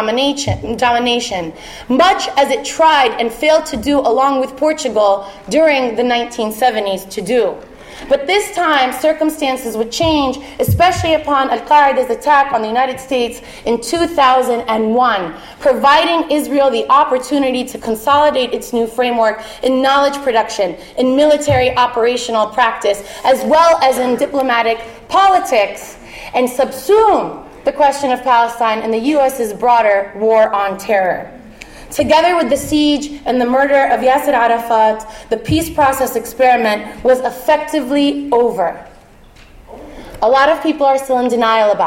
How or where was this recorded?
live audience